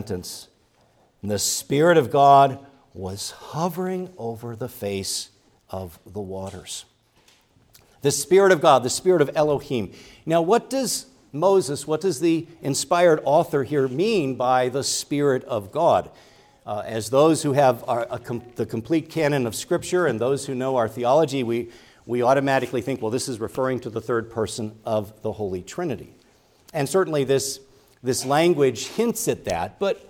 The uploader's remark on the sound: preached at Grace Orthodox Presbyterian Church in Sewickley, PA, during the morning Worship Service on Sunday, November 12, 2023